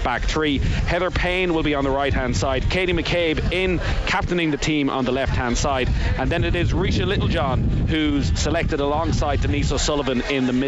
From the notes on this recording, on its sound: live from Tallaght Stadium